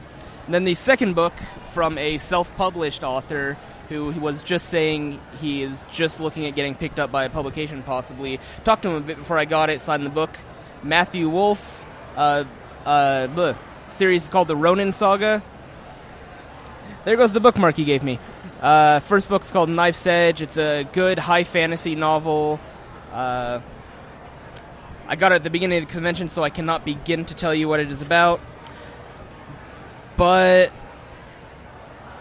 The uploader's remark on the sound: broadcast live cdom Wondercon 2018 in Anaheim